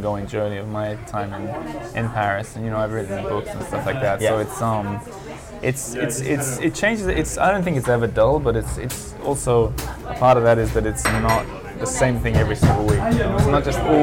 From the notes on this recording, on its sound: For a coffee in a Parisien cafe for an in-person chat. We are in a trendy cafe so there will be some background noise.